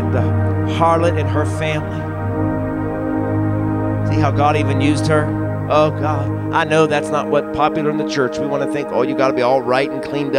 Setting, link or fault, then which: setting, large echoing room